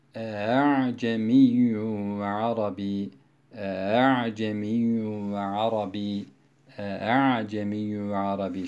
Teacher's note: Normal şartlarda Asım kıraatinde ya da Hafs rivayetinde herhangi bir işlem yapılmadan iki hemze de tahkik üzere, yani aslı üzere e'a'cemiyyün gibi okunabildiği gibi, ayrıca sadece bu kelimeye has olmak üzere ikinci hemze yumuşatılarak okunur